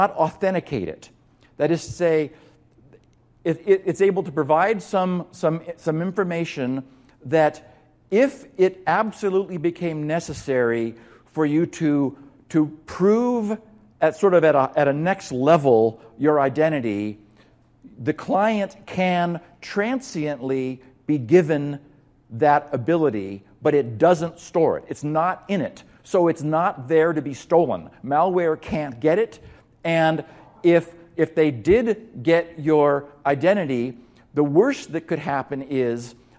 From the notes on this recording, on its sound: During DigiCert Corporation's Security Summit 2014 event on November 7th, 2014 in Las Vegas.